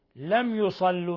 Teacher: ميم ساكنة جاء بعدها الياء، إظهار شفوي